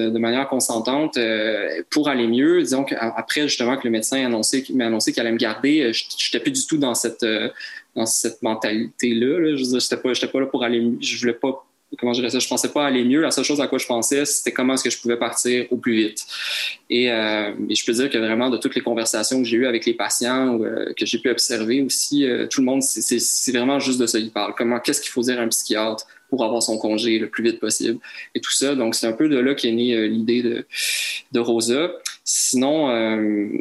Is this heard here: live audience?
no